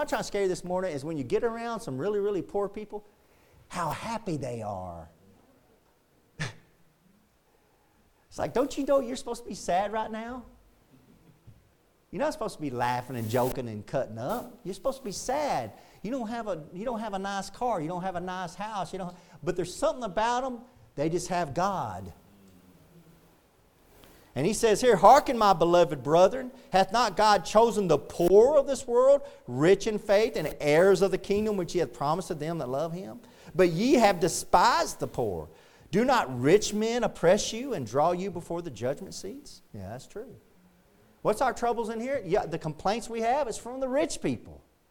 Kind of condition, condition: setting, large echoing room